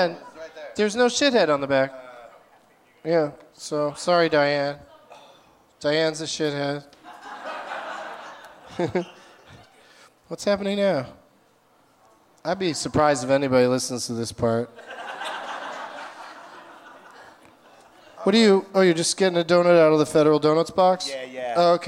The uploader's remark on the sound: Live from the Gramercy Theatre in New York City